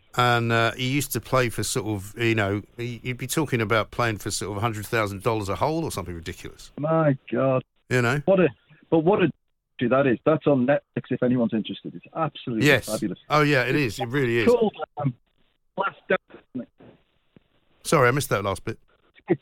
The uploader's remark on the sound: (via studio). (via phone).